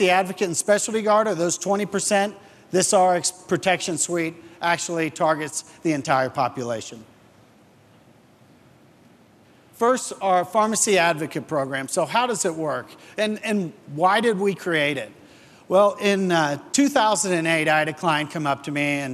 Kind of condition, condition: setting, live audience